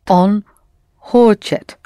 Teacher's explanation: Only the stress is on о, on хо there. Хо is accented, the first syllable.